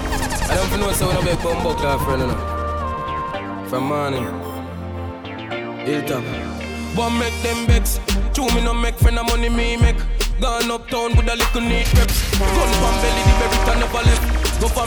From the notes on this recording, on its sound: LIVE AUDIO! LIVE AT ISLAND SATURDAYS ON 10.26.19.